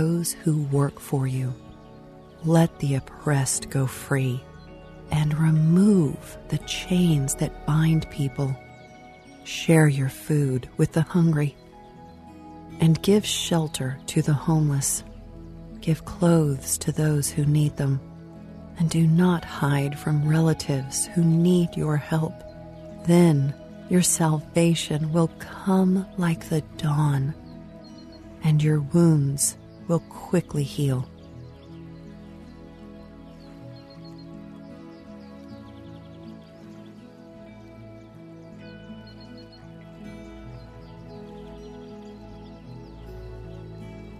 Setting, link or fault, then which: fault, sounds in the background